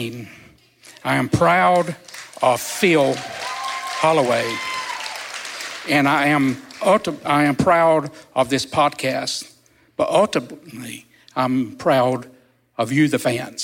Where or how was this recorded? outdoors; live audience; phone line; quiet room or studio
live audience